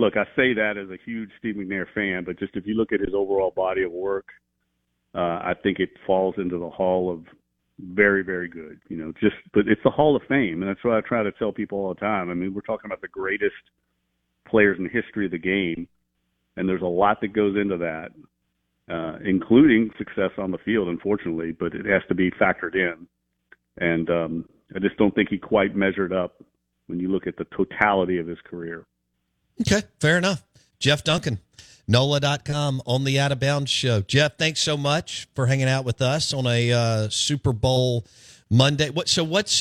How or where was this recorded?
phone line